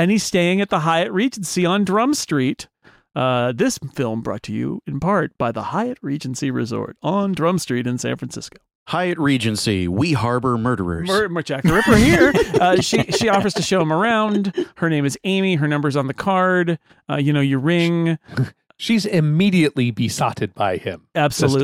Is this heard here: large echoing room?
no